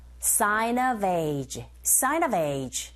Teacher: Sign의 은 소리가 자음, of의 어 모음, 연음현상 sign of. V, 철자는 F지만 소리는 V 사운드로 들리기 때문에 자음이에요.